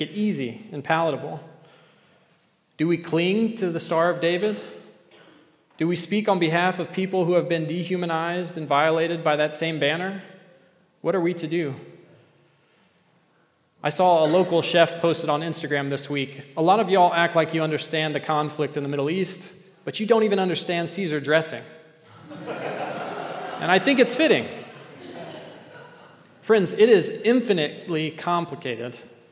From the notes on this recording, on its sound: at The Table worship gathering on Sunday, October 15th, 2023